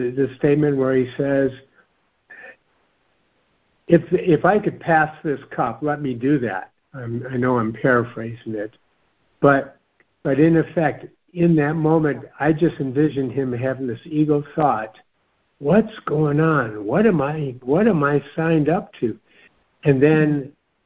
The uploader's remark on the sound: are joining together on a Free Conference Call